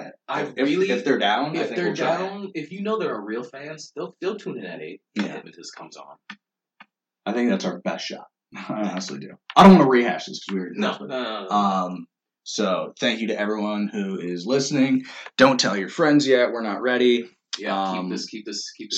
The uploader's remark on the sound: I apologize for the poor audio. Just imagine we're on a zoom call even though we aren't.